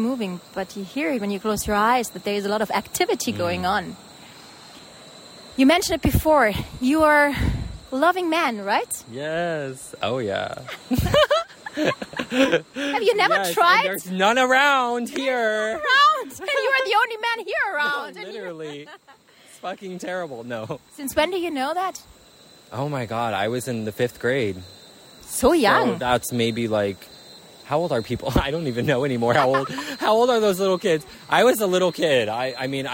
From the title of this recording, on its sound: live at a river bank, Guatemala